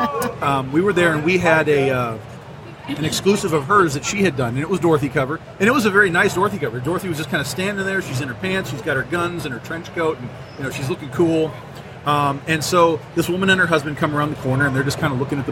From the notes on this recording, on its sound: Live from Motor City Comic Con